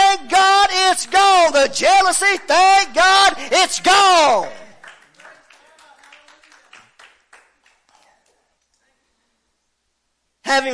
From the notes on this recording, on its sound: WELCOME TO OUR LIVE SERVICE. Preaching at Family Worship Center in Athens Tennessee.